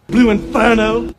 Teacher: So Southern English accents are non-rhotic. You leave the R sound out after a vowel in a word like inferno.